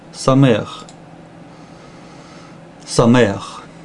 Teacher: звук а читается до буквы х. Получается не ха, а ах.